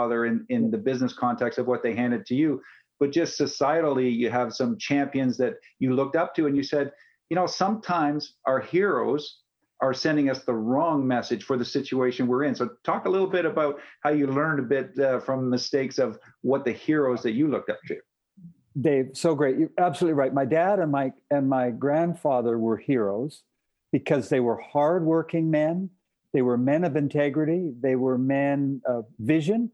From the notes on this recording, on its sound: Sat down virtually.